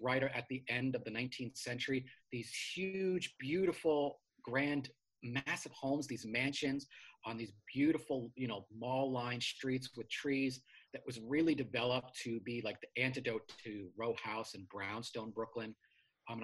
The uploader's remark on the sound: They chatted via Zoom.